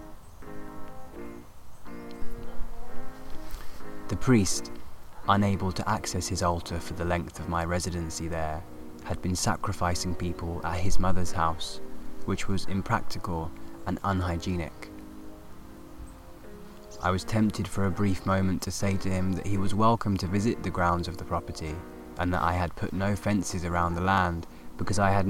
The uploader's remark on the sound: This episode recorded in a field with real live studio nature sounds!